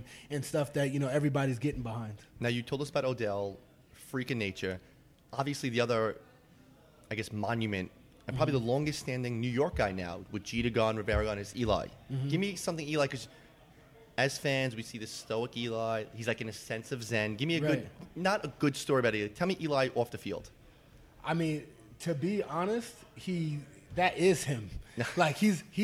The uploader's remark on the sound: live from Jack Demsey's